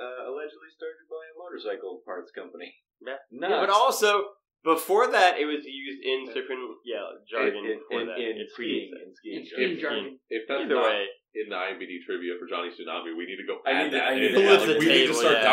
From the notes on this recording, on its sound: While we were all together in Boston for PAX East, we decided to record a special episode. Apologies for the variance in audio quality. The group episode called for a different microphone set up than we're used to.